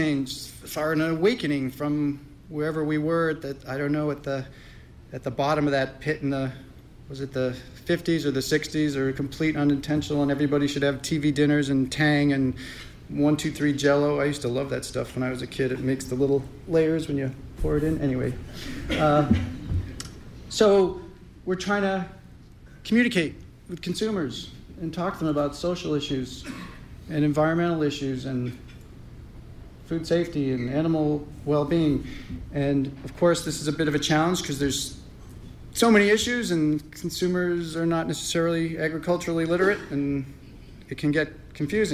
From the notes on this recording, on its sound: Keynote address from 2016 Farmer-to-Farmer Conference. WERU 89.9 FM Blue Hill, Maine.